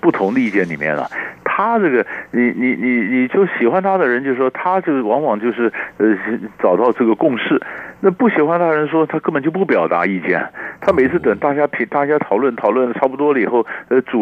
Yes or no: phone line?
yes